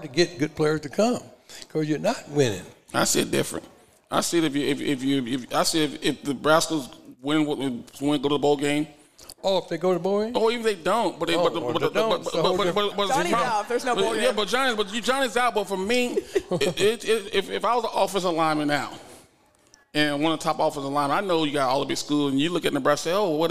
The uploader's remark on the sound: The Run Live at Hurrdat Sports Bar & Grill